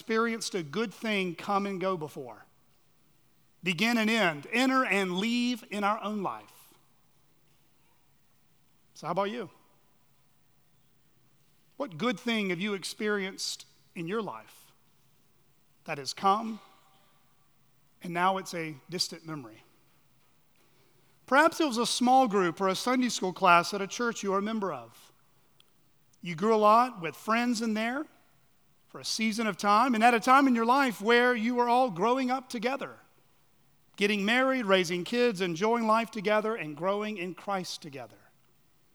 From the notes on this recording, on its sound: at Chaffee Crossing Baptist Church in Barling, AR.